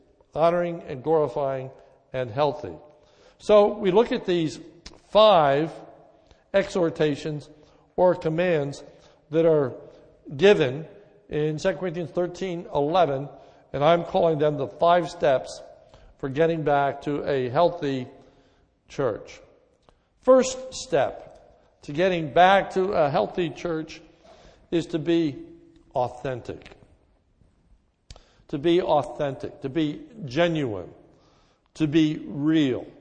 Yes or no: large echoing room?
yes